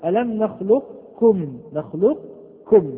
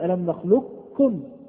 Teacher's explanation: الرواية الثانية الإدغام الناقص، ومعنى هذا الكلام بقاء بعض صفات القاف كالاستعلاء مثلا، أما القلقلة فتزول ولا شك · Shown in: first take · فنقول ألم نخلقكم، نخلقكم هكذا، هذا هو الإدغام الناقص.